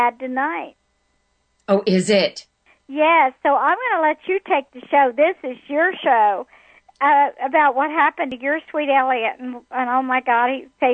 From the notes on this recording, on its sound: Opening the phone lines to take your questions about your life purpose, relationships, career opportunities and every.